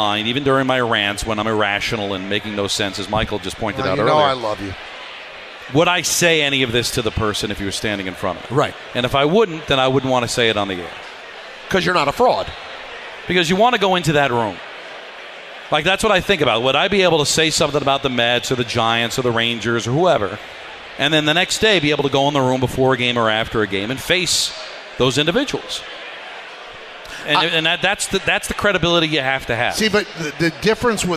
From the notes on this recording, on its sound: Live from K Korner Bar in Citi Field.